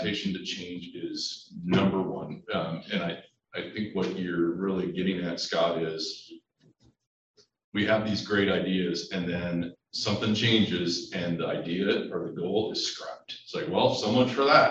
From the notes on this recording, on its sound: The July 2022 Roadmap to Leadership featured the Deputy Director, Chief Operating Officer, and several administrators of MDT. We present the audio from that webinar.